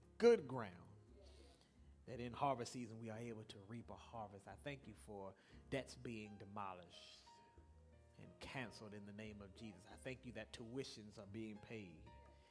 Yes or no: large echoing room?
yes